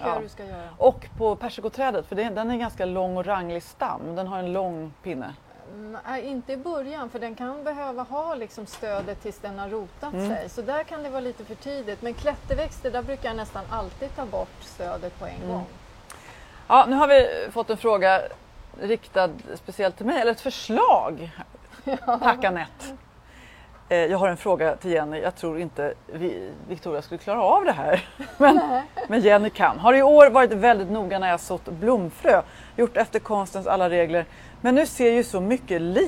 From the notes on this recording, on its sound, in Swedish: Vi ber om ursäkt för eventuella brister i ljudkvalitén då denna sändning gjordes utomhus i den något blåsiga vårkvällen.